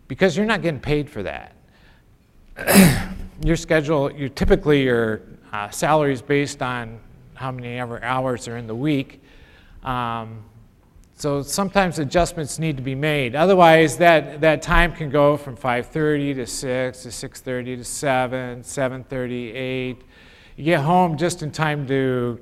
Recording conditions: live audience